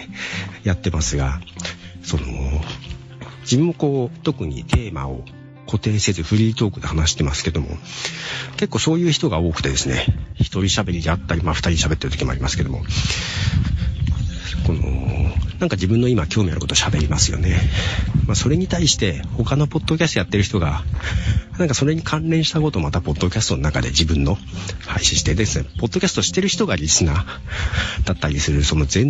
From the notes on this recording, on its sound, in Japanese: 外で歩きながら録音をする。